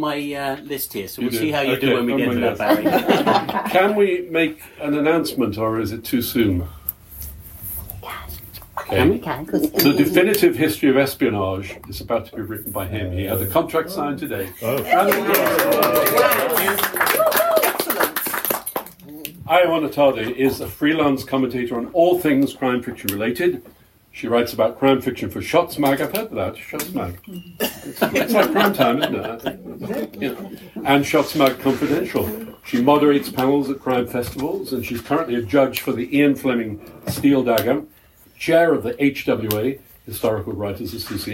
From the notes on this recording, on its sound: This episode was recorded in front of an audience at Waterstones in Islington, there is some background noise, apologies for any difficulties in hearing the debate.